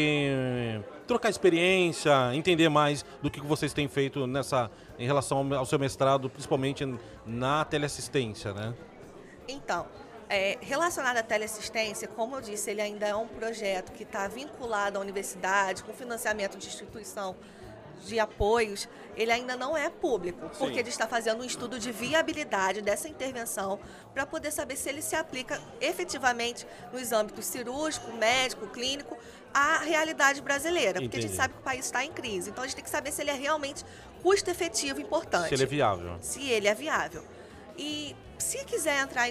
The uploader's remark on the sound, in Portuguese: Como gravamos em meio a multidão tem alguns ruidos de fundo , mas nada que comprometa o bate papo .